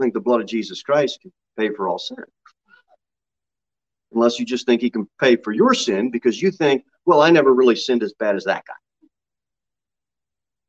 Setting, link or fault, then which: setting, large echoing room